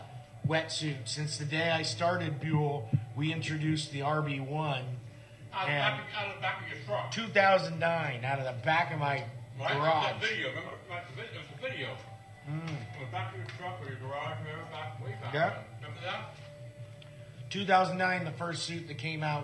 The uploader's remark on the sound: live from his surf show in Santa Cruz